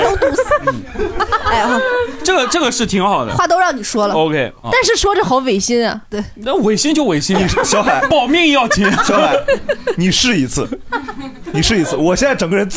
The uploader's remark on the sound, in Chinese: 这是一档由喜剧演员们和现场观众朋友们共同录制的播客节目